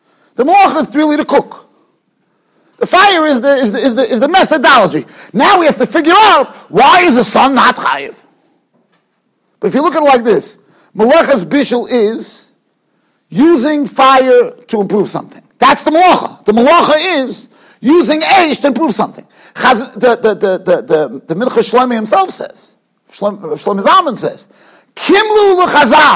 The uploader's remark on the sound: Shiur recorded in Yeshivas Ohr Reuven, Monsey, NY.